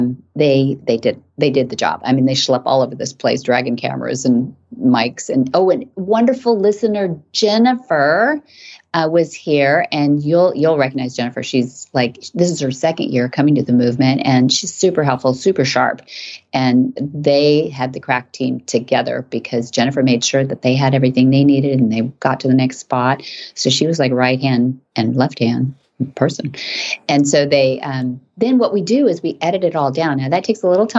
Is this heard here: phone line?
no